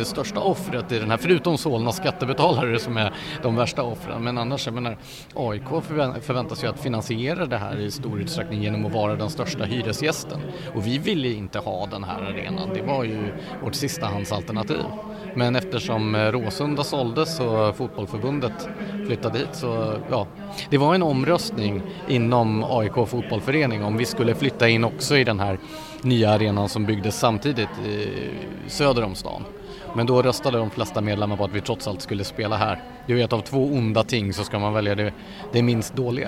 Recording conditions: busy venue